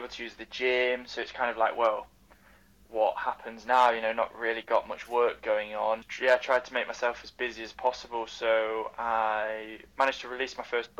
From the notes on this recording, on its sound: Excuse the poor audio in this episode